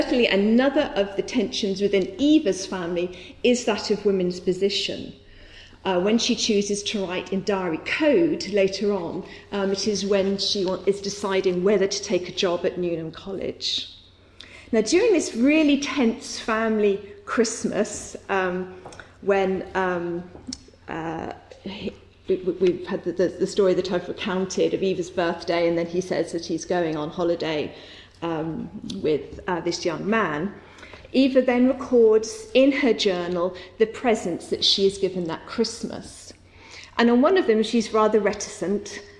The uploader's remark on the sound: Recorded at the 'Silence in the Archives' conference hosted by the Oxford Centre of Life-Writing at Wolfson College, Oxford on 7 November 2015. This podcast is one of ten podcasts recorded at the 'Silence in the Archives' conference hosted by the Oxford Centre of Life-Writing at Wolfson College, Oxford. Were delivered as part of Panel 3a.